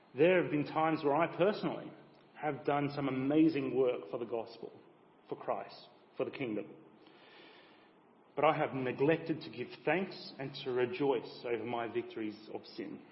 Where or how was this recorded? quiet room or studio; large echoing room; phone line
large echoing room